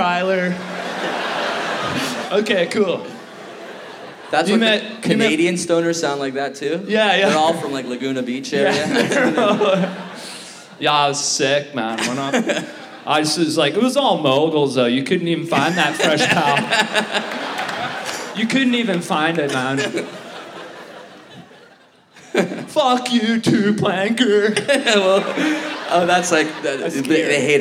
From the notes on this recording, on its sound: Live in Vancouver! Recorded Live at the Vogue Theater as part of Just For Laughs: Vancouver!